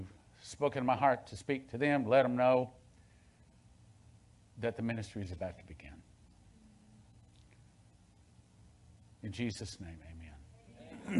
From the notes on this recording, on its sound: Sunday Main Service